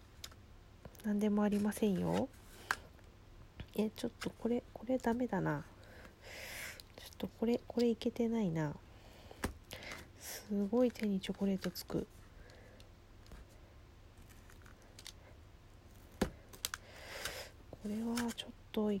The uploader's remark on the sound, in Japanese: 作業し乍らの為、雑音多目です